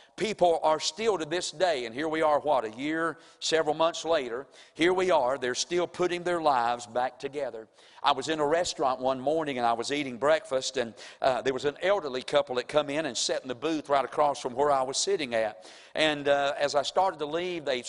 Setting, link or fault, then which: setting, large echoing room